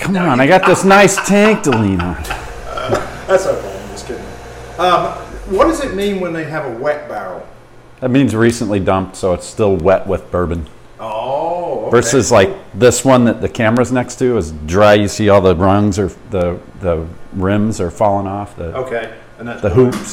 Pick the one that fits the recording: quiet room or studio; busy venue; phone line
busy venue